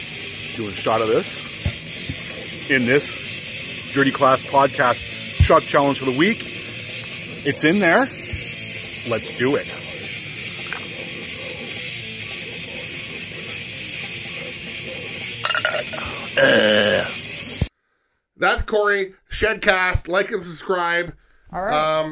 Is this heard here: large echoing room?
no